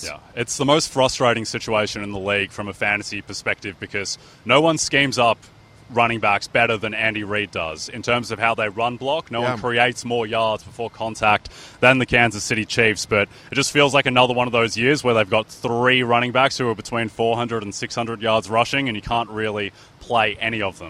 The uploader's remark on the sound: Live from SoFi Stadium in Los Angeles